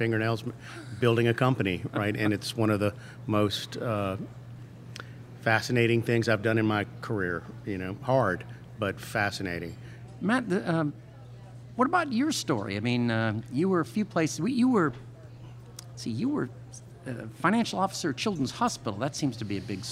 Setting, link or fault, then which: setting, busy venue